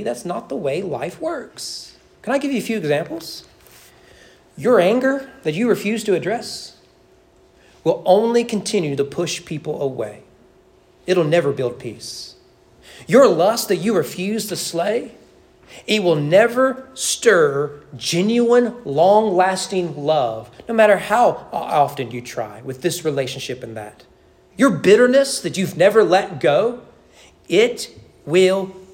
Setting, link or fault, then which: setting, large echoing room